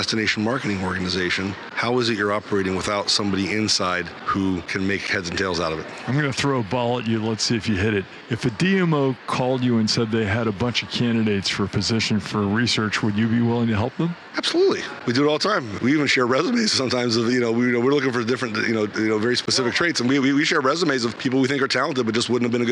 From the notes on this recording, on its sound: This episode is live from ESTO in Savannah, Georgia.